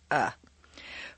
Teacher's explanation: the deepest and most relaxed is the neutral schwa, uh.